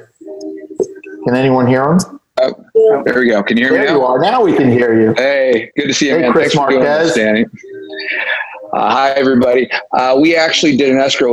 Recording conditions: video call